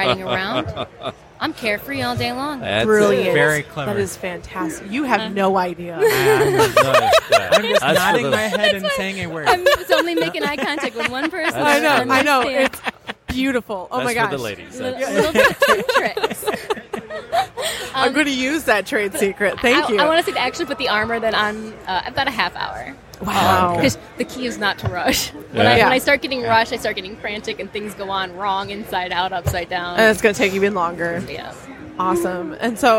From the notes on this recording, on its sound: Live from Great Lakes Comic Con